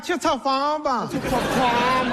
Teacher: 西北是把前鼻音念成后鼻音